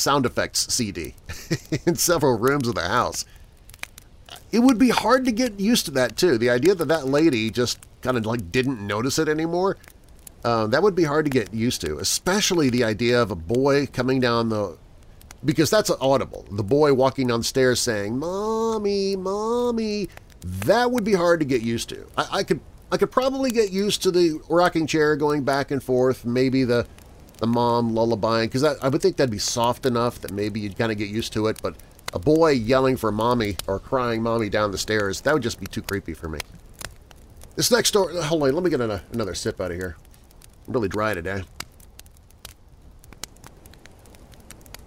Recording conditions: outdoors